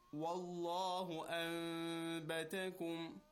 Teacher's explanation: you will hear meme, but our lips will not be touching together · Term: Iqlab